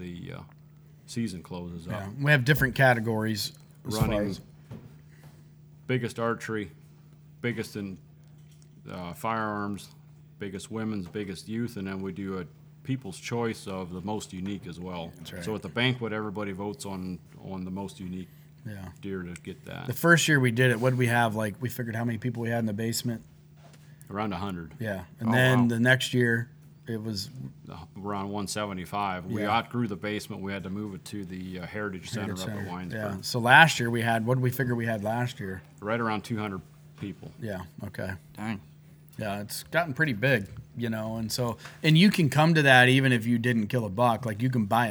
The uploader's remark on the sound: live at Miller's Gun and Supply in Sugarcreek, OH.